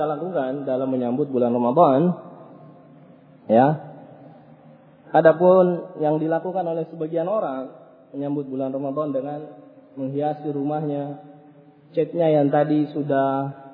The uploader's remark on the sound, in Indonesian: Rec Audio Rekaman. Kajian Tematik Masjid Nurul Ma'rifah Bungoro Pangkep. Ba'da Maghrib.